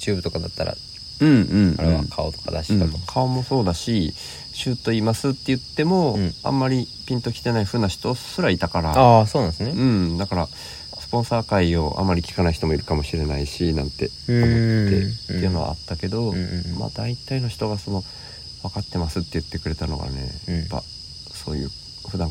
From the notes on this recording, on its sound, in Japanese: 福井県まで足を延ばし。お子さん2人も寝た後に、外でリアル収録をしました。